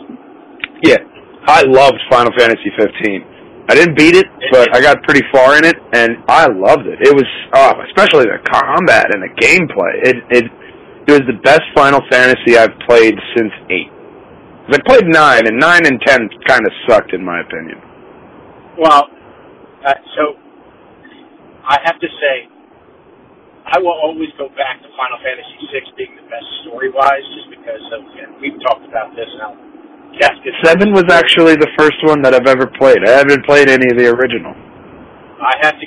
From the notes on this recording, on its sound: This time via phone.